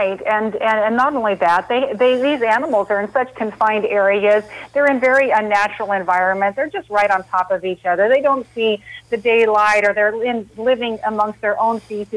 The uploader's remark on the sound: Are joined on the phone.